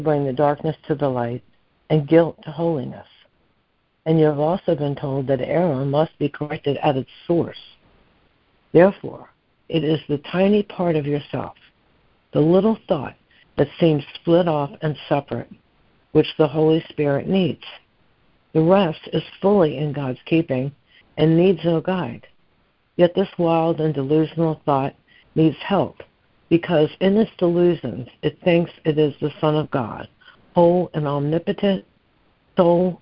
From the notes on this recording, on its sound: ACIM Daily Conference Call